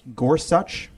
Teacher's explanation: um, it's a spondee, right? The emphasis is the same on both the first and second syllable.